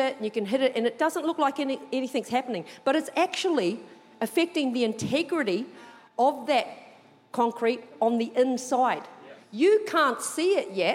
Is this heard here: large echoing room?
yes